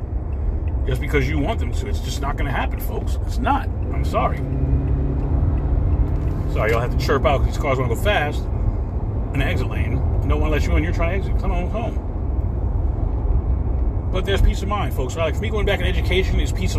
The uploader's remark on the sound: In this CarCast